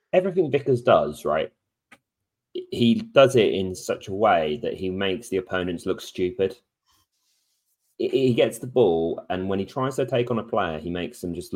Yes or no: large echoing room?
no